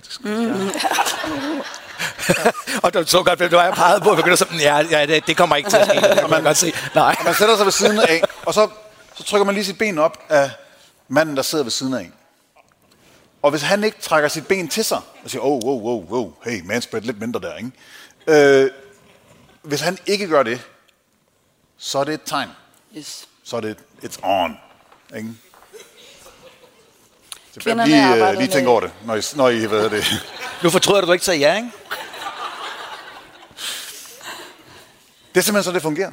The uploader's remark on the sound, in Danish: Live fra Århus Musikhus.